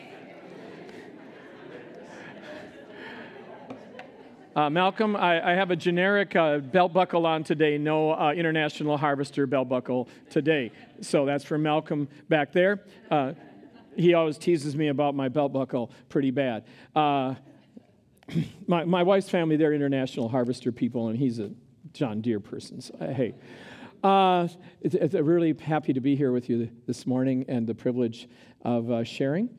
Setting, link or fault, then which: setting, live audience